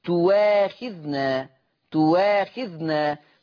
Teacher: تواخذنا تبدل واو مفتوحة زي فليود اللي في أول الصفحة. · Term: إبدال الهمز المفتوح